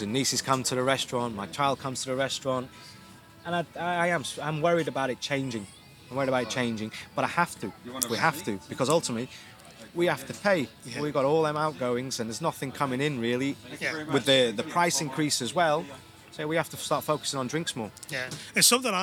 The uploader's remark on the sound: Interviewed live at the back of the Isle of Man TT Grandstand.